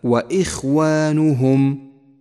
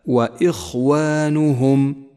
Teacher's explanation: ولاحظ كيف كان تفخيم حرف الخاء خفيفا لأنه جاء ساكنا · Shown in: first take · وحرف الاستعلاء الساكن يفخم بالمرتبة التي قبل الأخيرة، هكذا وإخوانهم.